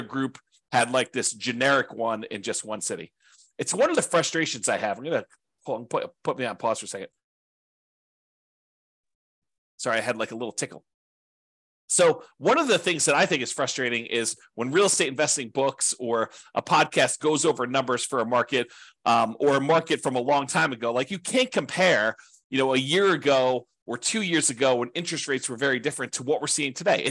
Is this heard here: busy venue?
no